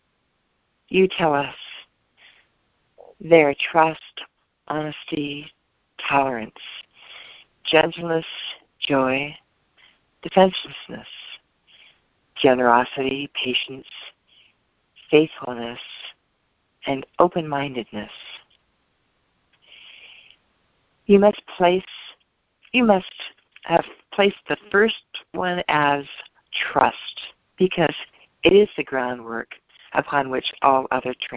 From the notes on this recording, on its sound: ACIM Daily Conference Call